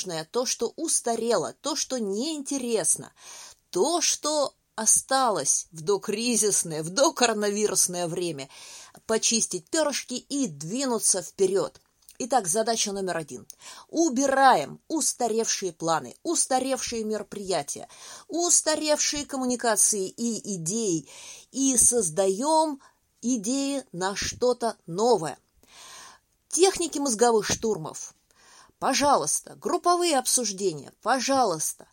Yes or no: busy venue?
no